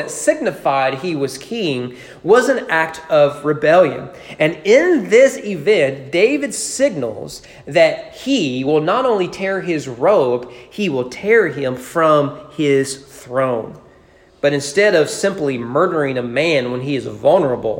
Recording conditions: large echoing room